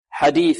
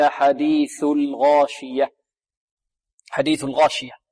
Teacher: الثاء تخرج من منتهى طرف اللسان مع منتهى طرف الثنايا العليا